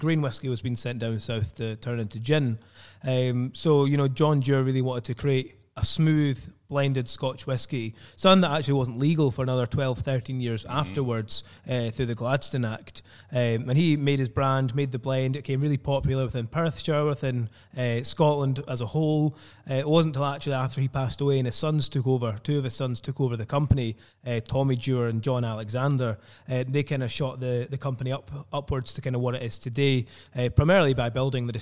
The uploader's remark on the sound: on location in Aberfeldy, Scotland at the Dewar's Aberfeldy Distillery